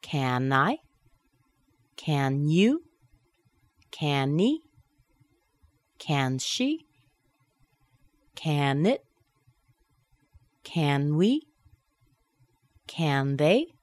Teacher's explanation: there's another time when we make the full a sound in can, and that is in these tag questions. We wouldn't say, can I?